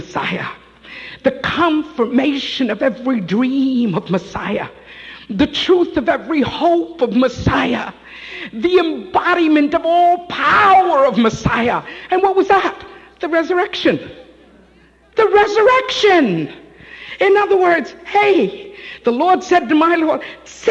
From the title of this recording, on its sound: Live At The Love Of Jesus Family Church